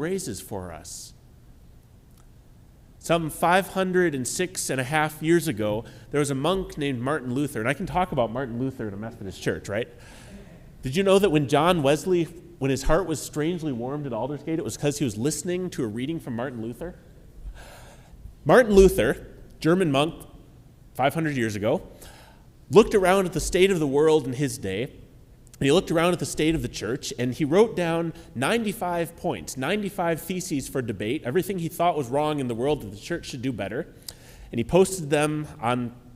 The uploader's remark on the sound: Here is the sermon from our ecumenical midweek Lenten service on March 22, 2023. This service was at Grand Avenue United Methodist Church in Port Washington.